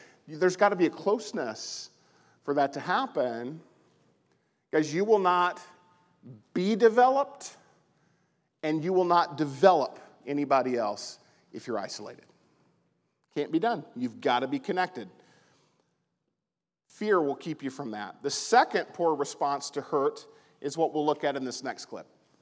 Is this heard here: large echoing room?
yes